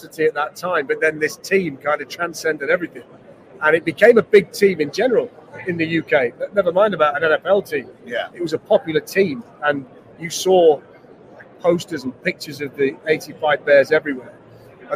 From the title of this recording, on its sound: Live From Super Bowl LVIII